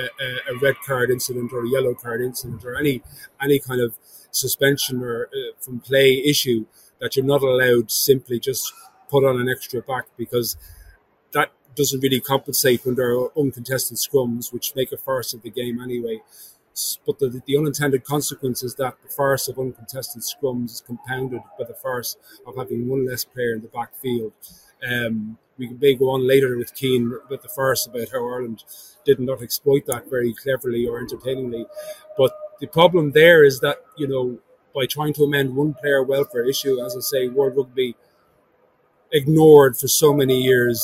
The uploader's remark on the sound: The Left Wing LIVE. Left Wing Live from the Aviva Stadium.